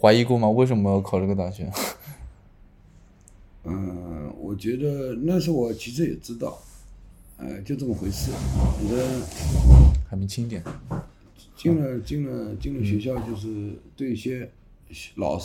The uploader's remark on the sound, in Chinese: 本期录制时环境比较嘈杂。